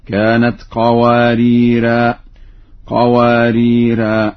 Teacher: وإذا ما وقف على اللفظين وقف عليهما بالألف هكذا: كانت قواريرا، قواريرا.